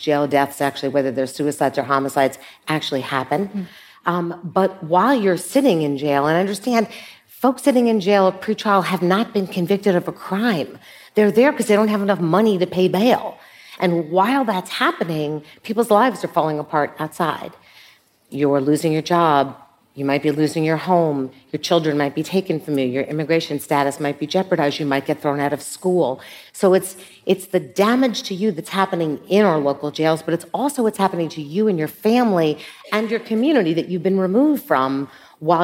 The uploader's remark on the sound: In this live conversation.